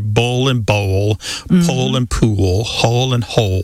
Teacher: that L at the end of the syllable is what is known as a dark L. So the physical act of pronouncing that dark L kind of requires the back of the tongue to raise toward your soft palate.